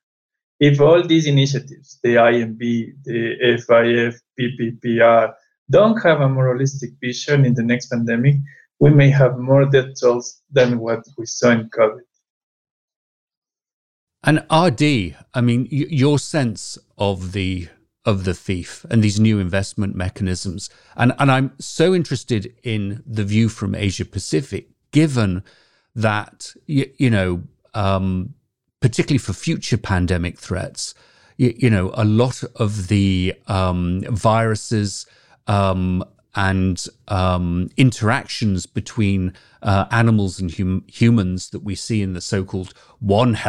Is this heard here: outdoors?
no